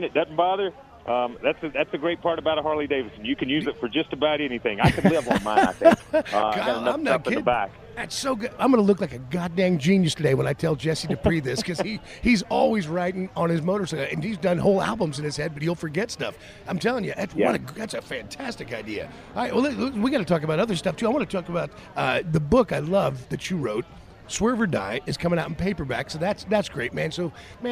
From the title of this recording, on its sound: LIVE FROM STURGIS